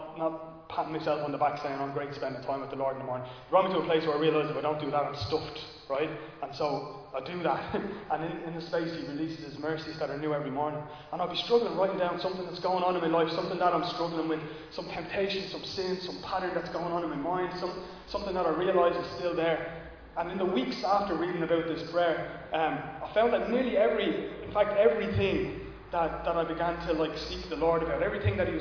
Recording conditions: large echoing room